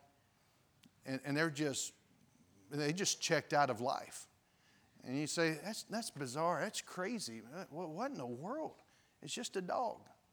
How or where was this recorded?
large echoing room